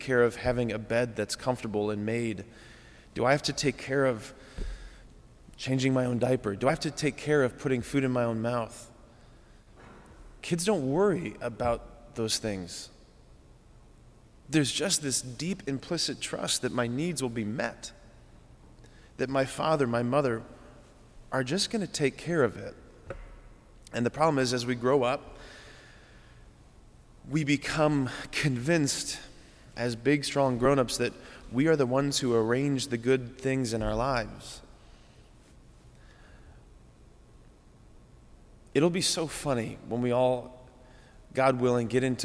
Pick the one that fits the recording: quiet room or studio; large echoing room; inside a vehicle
large echoing room